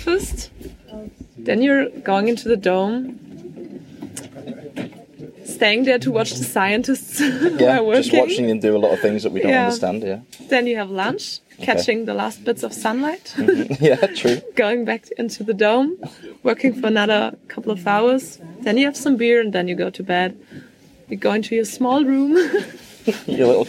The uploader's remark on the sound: The Real Time Show At Esrange. Our very first on-location episode, recorded during the launch day of the SubOrbital Express 3.